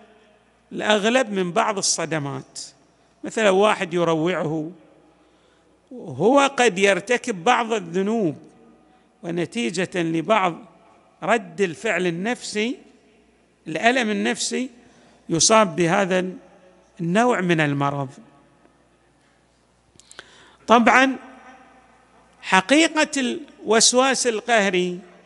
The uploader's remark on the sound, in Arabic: تسجيلات جامع الإمام علي عليه السلام الآحساء - المبرز